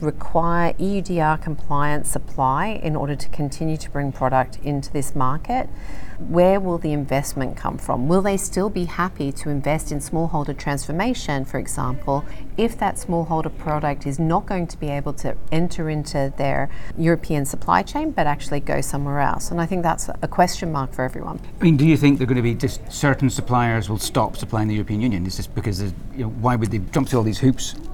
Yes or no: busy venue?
yes